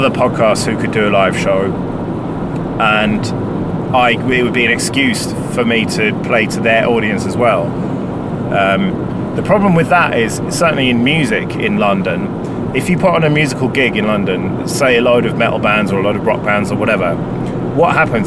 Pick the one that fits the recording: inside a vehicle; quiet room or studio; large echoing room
inside a vehicle